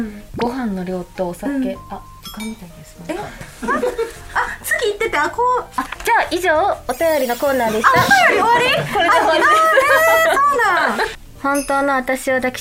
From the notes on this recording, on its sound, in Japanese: 公開収録午後の部です